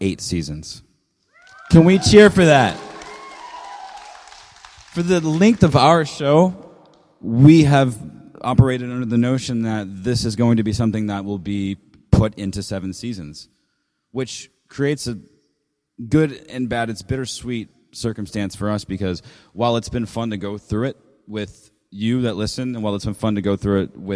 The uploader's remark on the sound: Live from GeekyCon 2015 in Orlando. Guided by listeners in the audience.